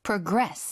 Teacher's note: 이 부분을 어떻게 풀까 고민을 하다가 저희가 progress라는 단어를 한번 써봤는데 이게 명사를 읽을 때는 progress죠. 동사를 읽을 때는요. progress. 그렇죠. 완전 뒤쪽의 강세거든요.